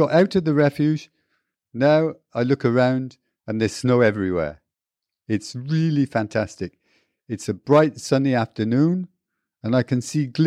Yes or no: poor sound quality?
no